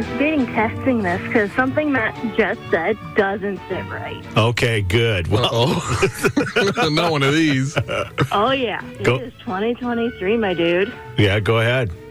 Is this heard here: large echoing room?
no